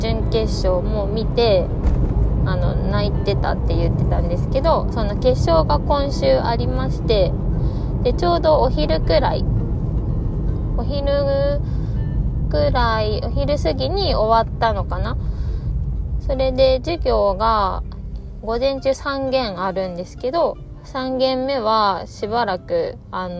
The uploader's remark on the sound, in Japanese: 帰り道の車で録音してます